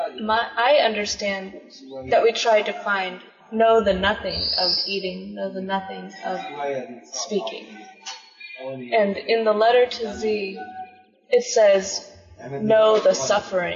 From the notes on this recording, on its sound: These teachings might not have the perfect sound quality